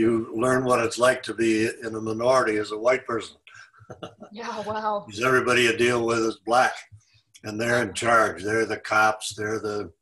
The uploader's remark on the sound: I sat down over Zoom